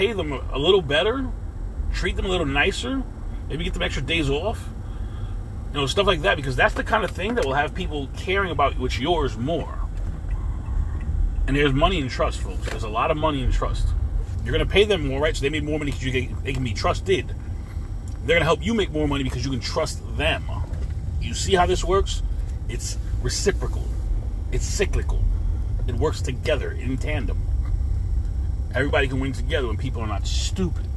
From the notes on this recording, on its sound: In this CarCast